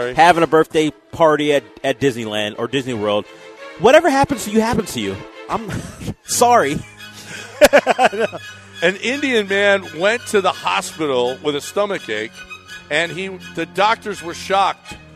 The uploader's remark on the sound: LIVE from the Wildcat Golf Club!